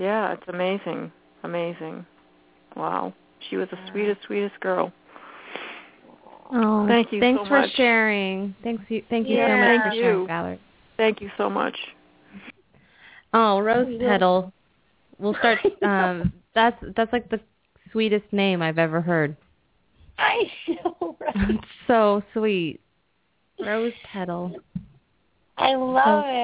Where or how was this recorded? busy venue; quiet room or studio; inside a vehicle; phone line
phone line